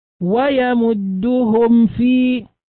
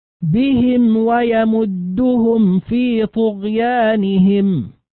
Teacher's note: نلاحظ هنا بهم ويمدهم الاهتمام بإظهار الميم عند الواو، وكذلك في قوله ويمدهم في، نلاحظ إظهار الميم قبل الفاء